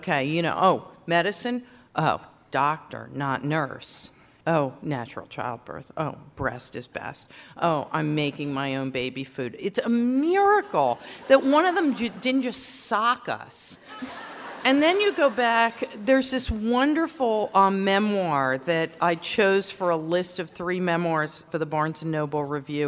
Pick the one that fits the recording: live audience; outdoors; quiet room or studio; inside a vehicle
live audience